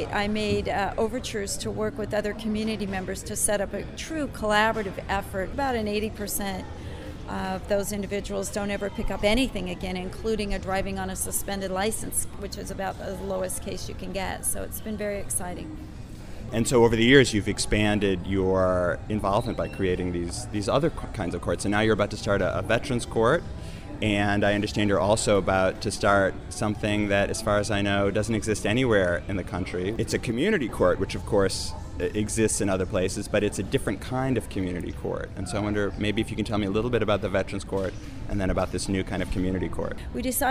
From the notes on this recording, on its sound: sorry for the background noise, but we’re in a hotel lobby.